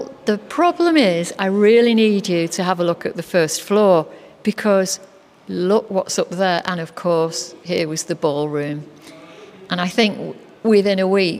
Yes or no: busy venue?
yes